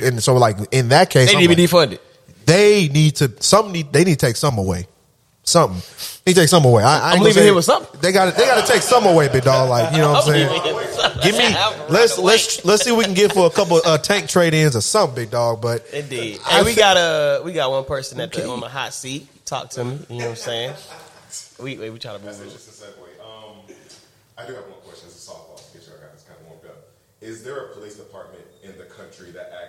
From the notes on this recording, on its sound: as the live studio audience listens